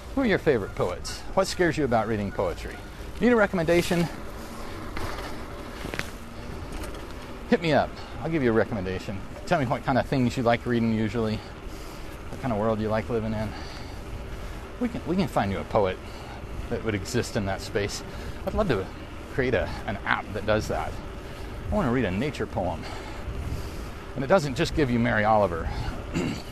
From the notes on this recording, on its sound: riding a bicycle in the rain